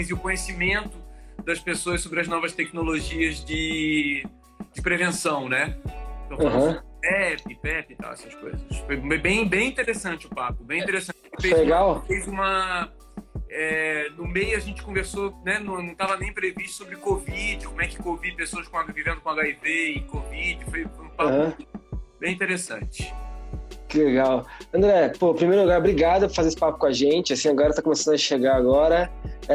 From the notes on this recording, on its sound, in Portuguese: Esse episódio foi gravado dia 28 de Maio, durante uma live no Instagram.